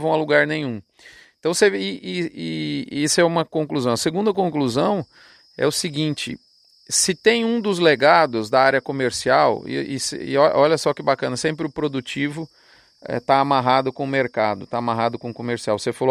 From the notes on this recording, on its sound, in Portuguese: Foi gravada numa praça de alimentação de uma área rotacionada de mombaça.